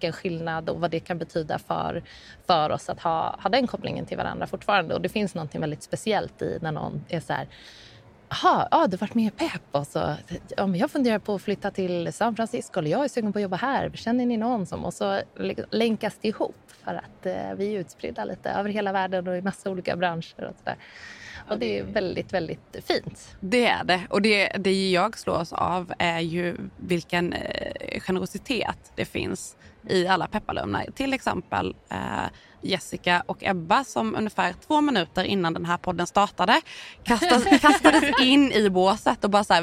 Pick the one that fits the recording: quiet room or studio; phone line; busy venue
busy venue